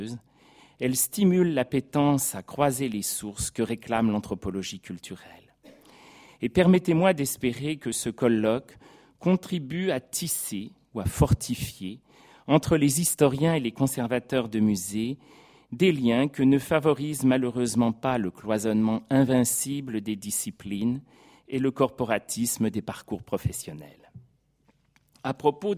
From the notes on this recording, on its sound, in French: Professeur d’histoire contemporaine à l’université Paris-Sorbonne, enregistrée le 29 janvier 2016 dans le cadre du colloque « Mobiliers, ensembles, décors.